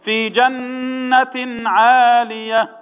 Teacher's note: نون مشدده تغنى مقدار حركتين